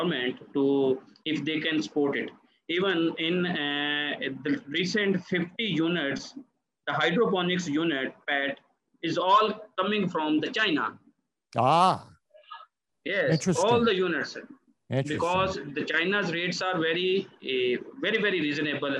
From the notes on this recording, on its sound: Joined us via Zoom from his current location in Dubai.